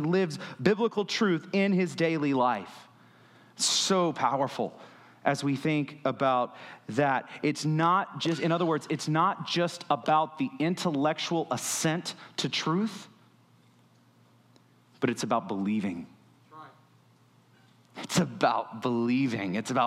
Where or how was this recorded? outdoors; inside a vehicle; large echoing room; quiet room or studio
large echoing room